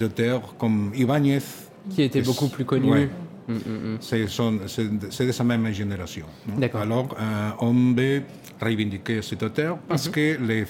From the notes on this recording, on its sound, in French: Un entretien enregistré dans le cadre du festival SoBD - Toute la bande dessinée au cœur de Paris.